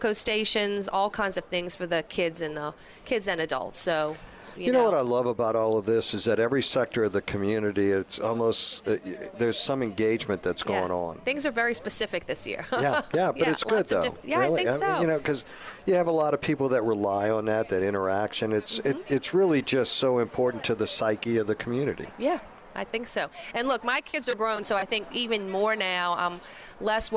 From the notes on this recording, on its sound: Toys for Tots at H2O Salon and Spa in Metairie. Broadcasting LIVE at H2O Salon and Spa where they're hosting Toys for Tots with Marine Corp servicemen.